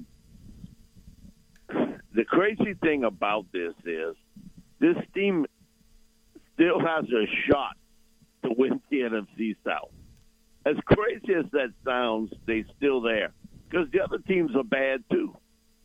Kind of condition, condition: link, phone line